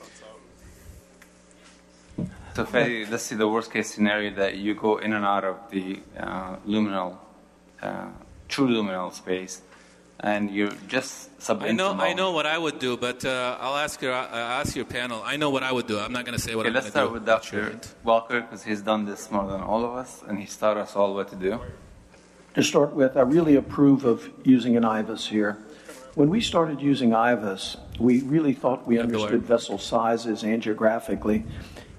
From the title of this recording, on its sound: Live Case Presentation from AMP 20